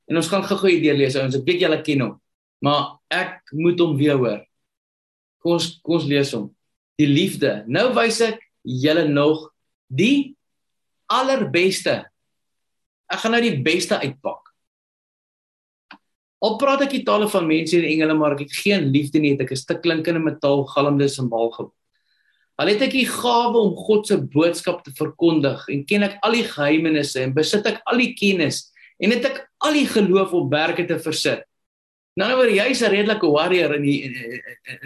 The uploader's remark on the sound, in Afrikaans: Manne van die Woord Zoom Byeenkoms